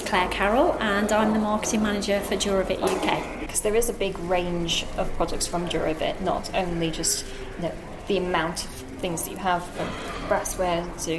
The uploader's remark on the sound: This episode is coming to you live(ish) from Clerkenwell Design Week. As she runs in and out of the bathroom showrooms in Clerkenwell, London.